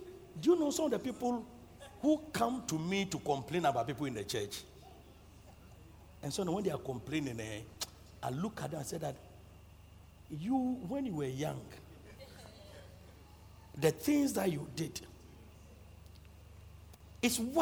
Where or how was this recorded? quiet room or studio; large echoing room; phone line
large echoing room